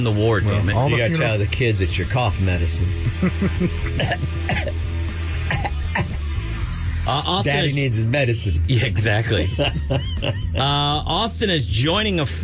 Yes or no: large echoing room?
no